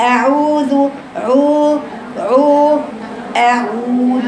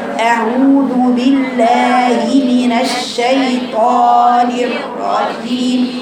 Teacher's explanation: الواو المادية طبعا من الجوف لكن معاها ضم الشفتين